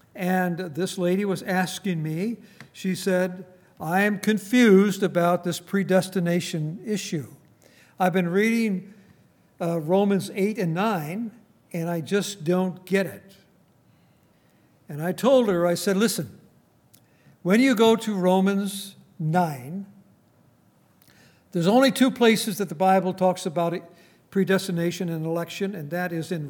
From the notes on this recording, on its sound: Recorded on July 7, 2019, at Grace Bible Fellowship in Front Royal, VA.